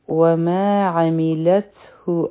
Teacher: په تا باندې سکون دی دلته کې به مونږ همس کو